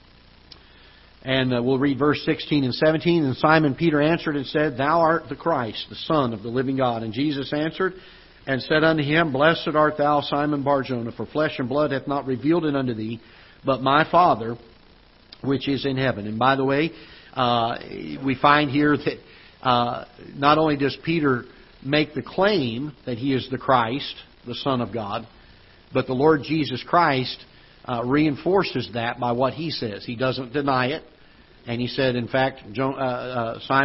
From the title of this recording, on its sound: Ketha Heights Baptist Church ~ Live Broadcast